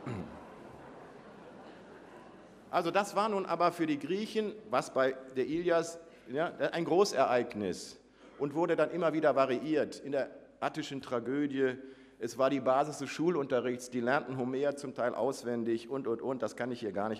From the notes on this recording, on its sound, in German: Vortrag im Rahmen der Samstags-Uni